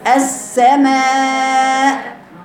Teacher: لازم تبين ارفع صوتك على الهمزة الأخيرة السماء من غير خطأ لأنها فيميل، إحنا دايما بيميل الطبع إلى خلقلتها.